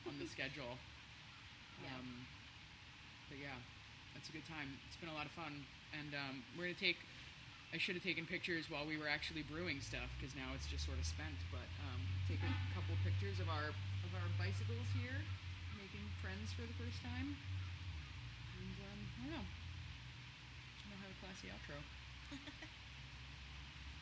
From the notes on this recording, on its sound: It’s the first time I’ve recorded face to face as well as outside with all of the elements you might expect to hear in an urban park. You’ll get some ambiance like birds and the sound of camp stoves, as well as some guy yelling in the background, and there’s a fairly loud fountain nearby! I tried to clean it up to have our voices stand out as strongly as possible, but I apologize in advance if it’s hard for anyone to hear.